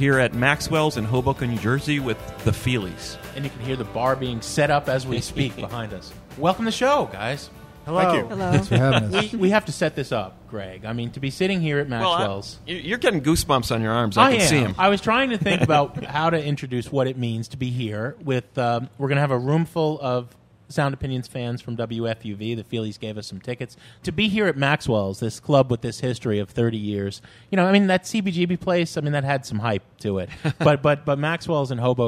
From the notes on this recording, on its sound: exclusive performance recorded at the music club Maxwell's